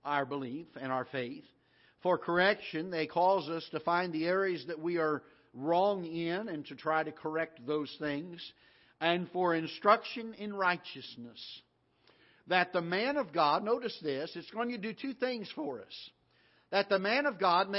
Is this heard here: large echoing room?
yes